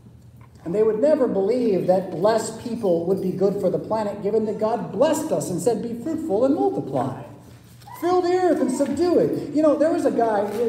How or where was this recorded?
large echoing room